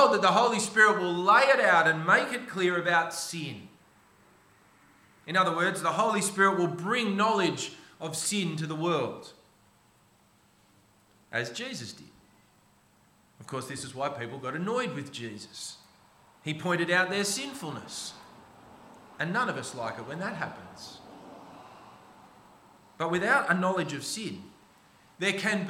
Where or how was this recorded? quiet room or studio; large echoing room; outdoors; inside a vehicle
large echoing room